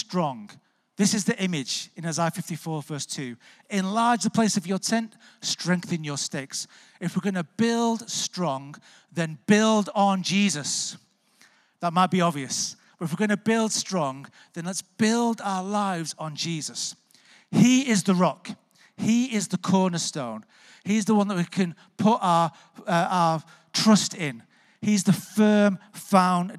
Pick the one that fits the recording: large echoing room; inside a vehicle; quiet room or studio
large echoing room